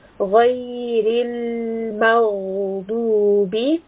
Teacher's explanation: Here we have ghain with a sukun, so we are resting upon this ghain as well. And ghain is also a heavy letter, so we are resting and making it heavy.